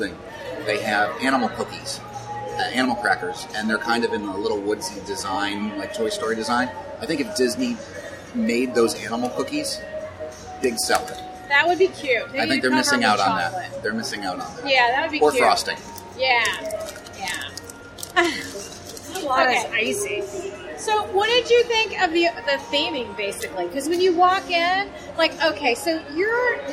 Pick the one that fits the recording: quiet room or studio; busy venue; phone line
busy venue